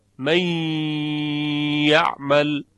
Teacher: مثل ادغام نون ساکن در حرف یا، من یعمل، در اینجا غنه نون باقیه پس ادغام ناقص است